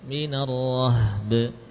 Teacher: Baknya dipantulkan. Yang asalnya bi jadi be. Minal roh be.